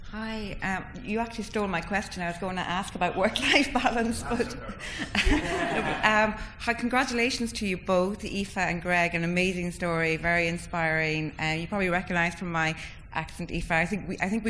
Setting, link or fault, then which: setting, live audience